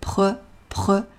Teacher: 元音“呃”可以轻轻地发一下